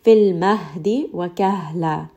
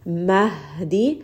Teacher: Ha is from the lower throat. So make sure that you do give it some of that air from the lower throat. The air from lower throat sounds like a sigh. · Term: ha with a sukun